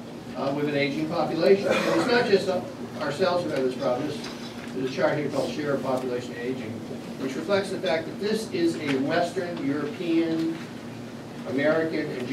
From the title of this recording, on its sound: Addresses The Ripon Society on July 1, 2010